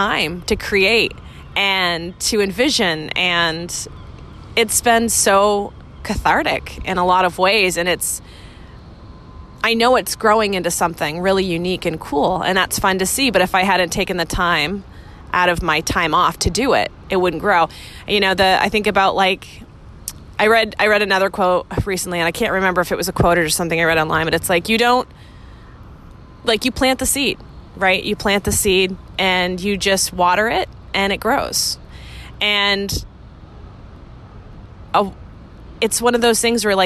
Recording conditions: outdoors